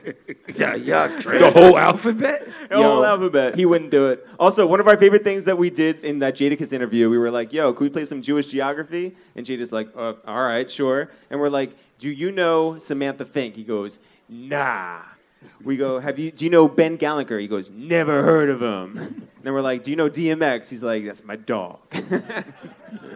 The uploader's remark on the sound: joined by a raucous audience at Highline Ballroom in NYC